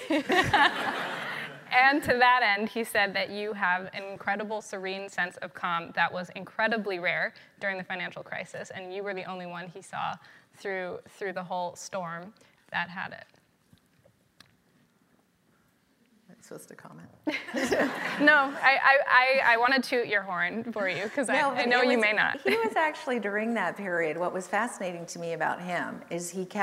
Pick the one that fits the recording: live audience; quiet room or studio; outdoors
live audience